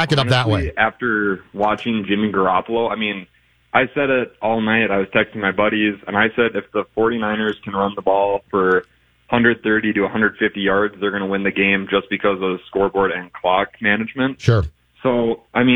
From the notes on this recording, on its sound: loyal Vikings listeners call into voice their thoughts!